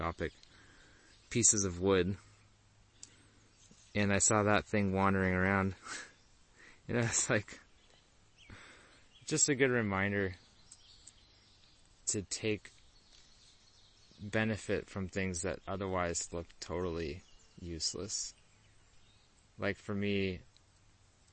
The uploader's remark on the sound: It was recorded totally off the cuff, with no planning, on the edge of a huge beaver pond near where I live in Vermont.